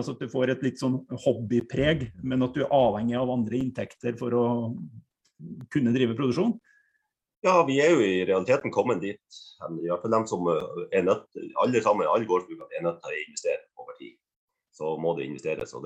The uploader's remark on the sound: Live Zoom